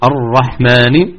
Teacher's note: الرحمن هذا تكرار بسيط هو المطلوب، ولكن إذا قلنا مرنا الرحمن الرحمن إذا اللسان يرتعد كل شيء فونت ذو التكرار.